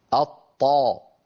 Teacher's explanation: لما يقول الواحد منا فيجد بأن طرف اللسان قد أغلق مقدمة الفم عند أصول الثنايا إغلاقا كاملا · Term: الطاء